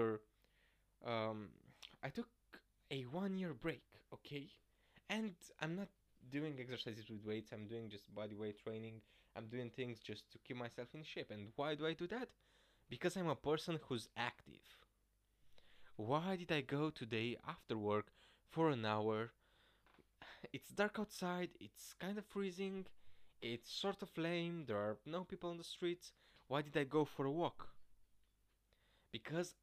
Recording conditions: uneven or low level